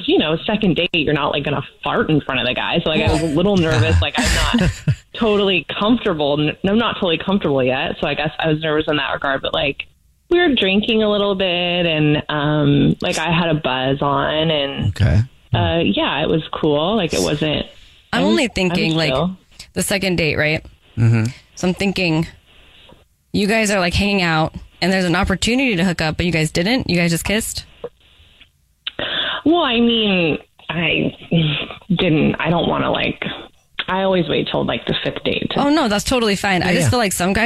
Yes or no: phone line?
yes